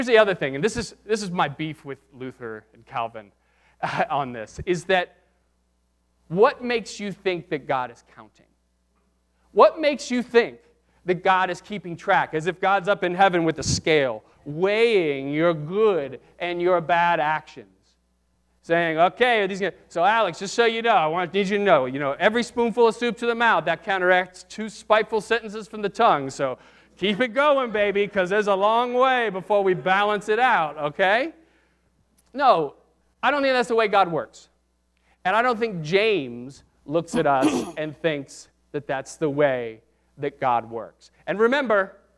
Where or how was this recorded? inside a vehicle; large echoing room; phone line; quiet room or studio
large echoing room